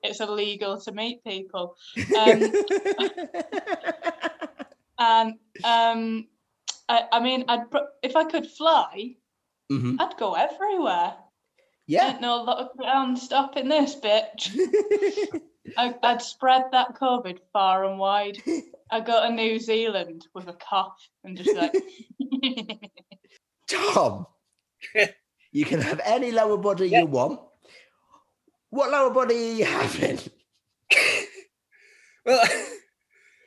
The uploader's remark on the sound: A zoom call in 3 separate bedrooms.